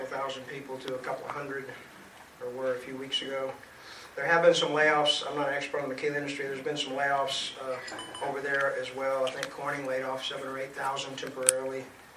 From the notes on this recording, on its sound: He mentioned the deal in his monthly report, which was given at the DoubleTree Suites by Hilton Hotel in McAllen.